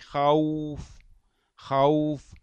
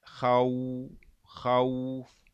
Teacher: الواو اللي قبلها فتحة تخرج بانفتاح الشفتين · Term: واو غير المادية